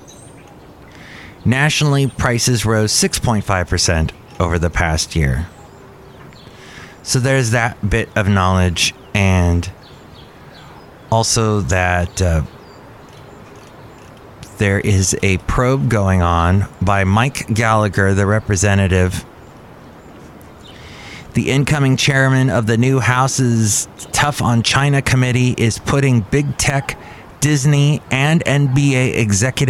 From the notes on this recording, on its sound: podcasts live from Cafe Anyway